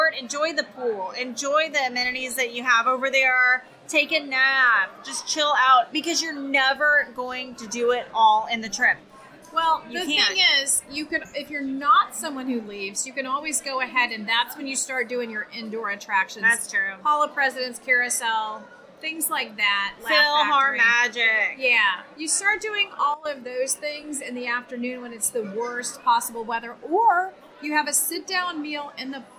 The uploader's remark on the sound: we are reporting live from Columbia Harbor House